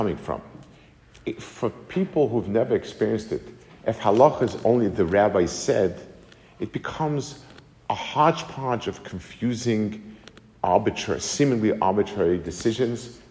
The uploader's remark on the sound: Delivered to the Kollel in Atlanta, GA